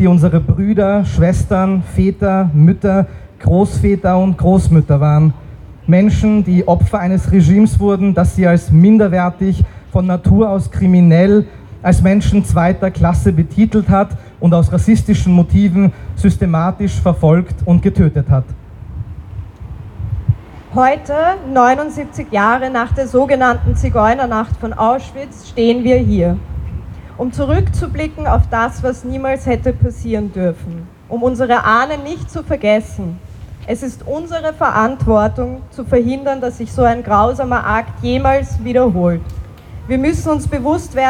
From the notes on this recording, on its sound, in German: August am Ceija-Stojka-Platz in Wien 7 der 500.000 von Nazis ermordeten Rom*nja und Sinti*zze. Ungeschnittene Aufnahme der Reden auf der Gedenkveranstaltung. (Aus urheberrechtlichen Gründen ohne Musik.)